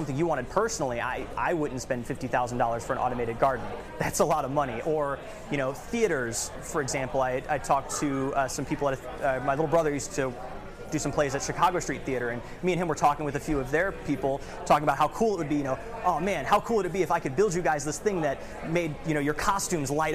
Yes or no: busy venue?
yes